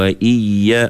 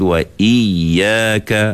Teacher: Menekan sedikit suara pada huruf waw dan ya yang bersabdu. · Shown in: second take · Term: an-nabr